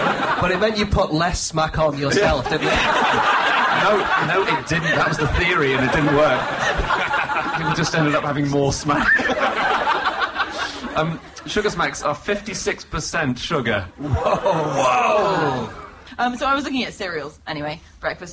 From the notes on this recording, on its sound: Live at the Soho Theatre